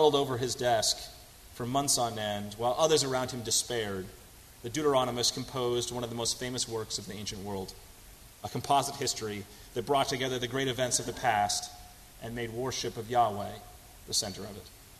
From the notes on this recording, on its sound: on July 15, 2018 at First Congregational Church of Houston.